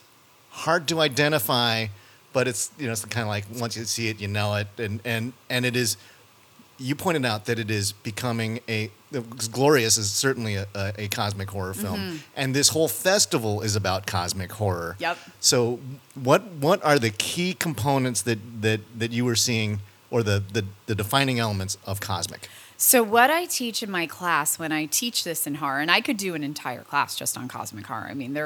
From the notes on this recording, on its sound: We got an opportunity to talk with her backstage.